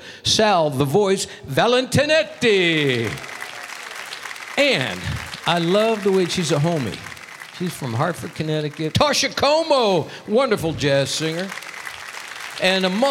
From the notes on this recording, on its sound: Live at the South Point Casino